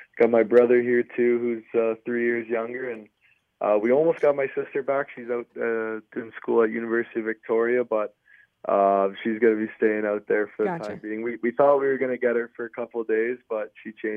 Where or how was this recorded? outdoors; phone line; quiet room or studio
phone line